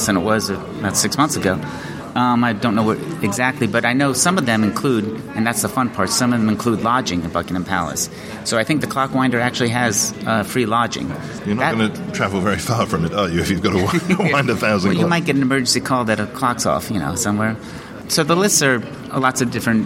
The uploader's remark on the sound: This week we're at the Royal Festival Hall